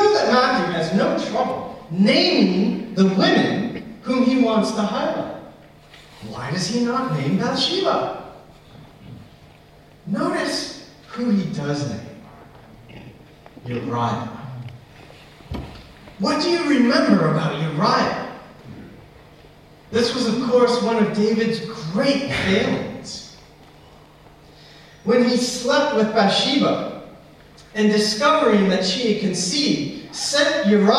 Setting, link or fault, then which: fault, poor sound quality